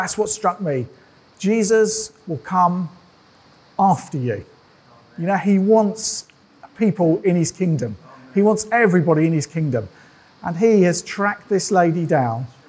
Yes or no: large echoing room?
yes